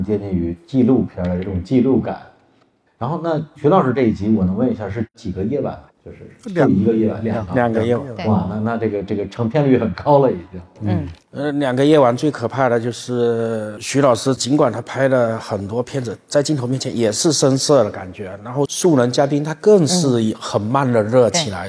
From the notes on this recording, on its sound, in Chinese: 在《何不秉烛游》的线下放映互动活动中